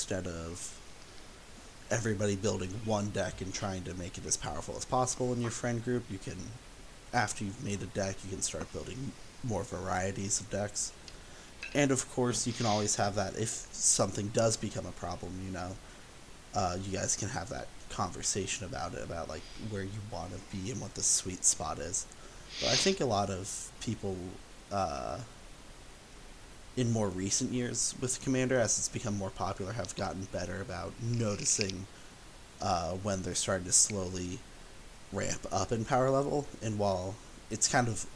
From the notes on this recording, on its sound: a little bit of static